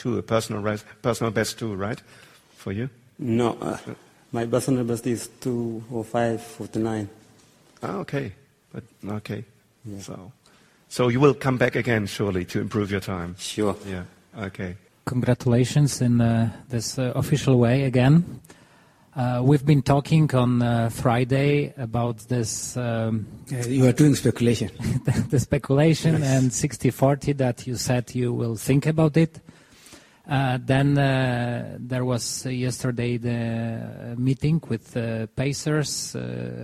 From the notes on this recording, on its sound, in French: une immersion en conférence de presse du Marathon de Berlin 2022